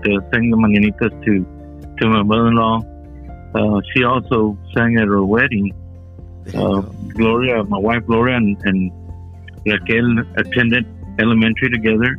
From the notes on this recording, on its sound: It's our first conference call podcast